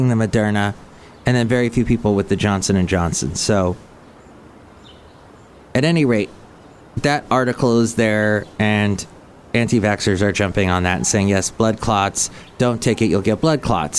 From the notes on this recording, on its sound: podcasts live from Cafe Anyway